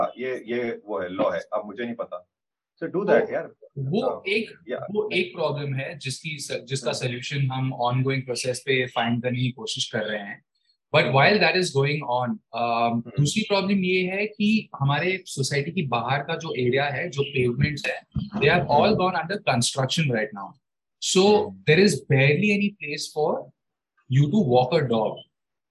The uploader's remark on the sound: Our expert team recently held a Zoom call.